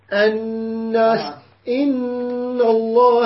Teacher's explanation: الغنة مقدارها حركتين تخرج من الخشوم